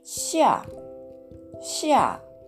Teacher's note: 発音記号は XIA で、第4声上から下に急降下する音になります。